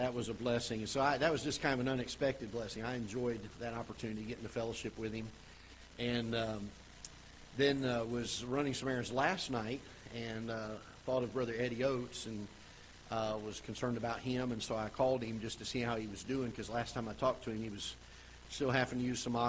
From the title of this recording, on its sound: Ketha Heights Baptist Church ~ Live Broadcast